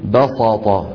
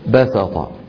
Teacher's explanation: من العرب من يقول بساطة بدل ايه؟ بساطة، يفخمون السين حتى تصير صادا تأثرا بالطاء بعدها · Shown in: first take